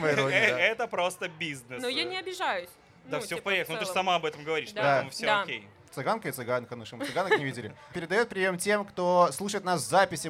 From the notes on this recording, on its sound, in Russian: бонусный выпуск подкаста, который мы записали на фестивале Vulitsa Ezha